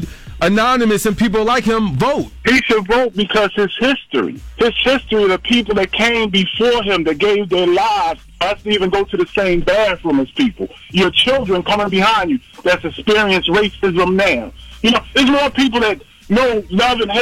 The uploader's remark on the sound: a friend who called